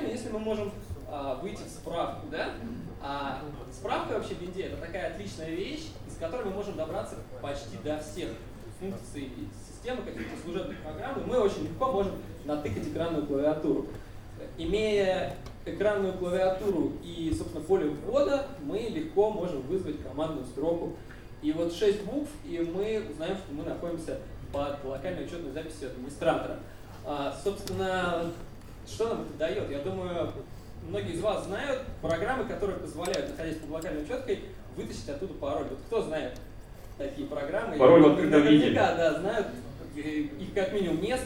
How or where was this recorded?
large echoing room